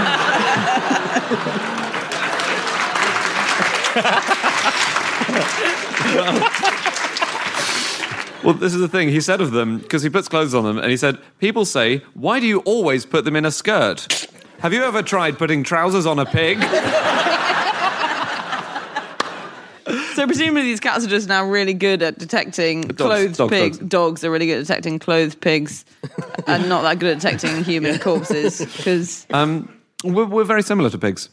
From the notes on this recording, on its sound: Live from the Salford Lowry theatre